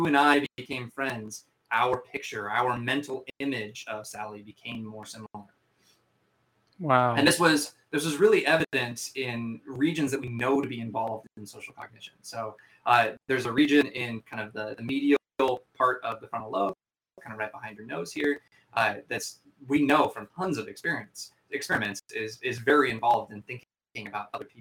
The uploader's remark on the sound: Sorry in advance for the sound quality.. There were technical issues during the live cast.